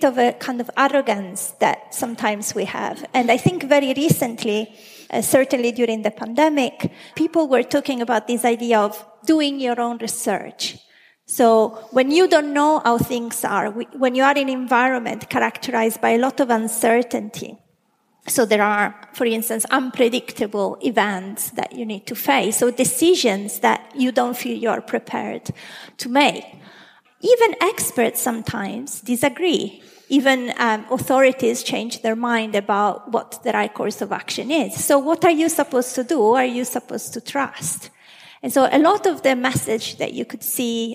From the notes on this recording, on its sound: In this discussion recorded live at St Georges, Bristol.